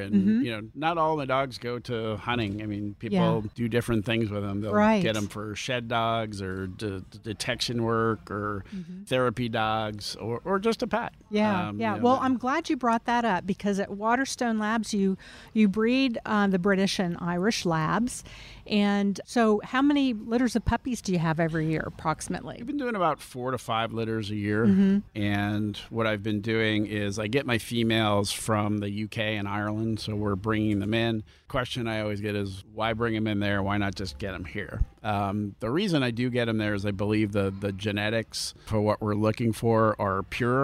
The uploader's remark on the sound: Recorded at Tusculum Brewing Company